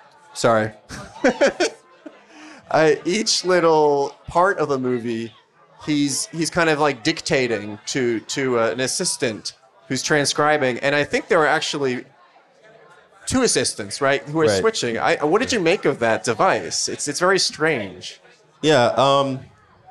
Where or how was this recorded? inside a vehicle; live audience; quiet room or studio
live audience